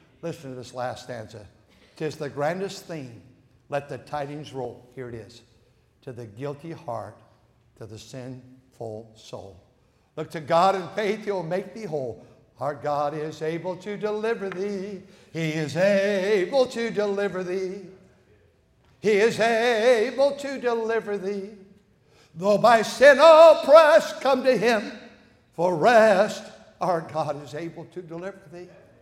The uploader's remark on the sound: at North Valley Baptist Church in Santa Clara, California, during the Sunday Morning service on January 14, 2024.